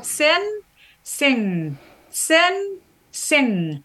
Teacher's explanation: you can feel that your tongue goes from the alveolar ridge to the velum · Term: velar nasal